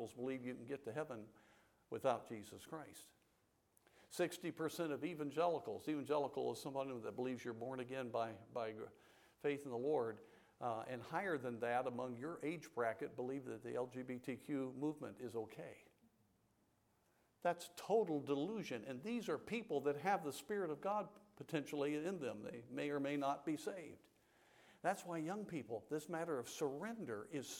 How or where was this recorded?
large echoing room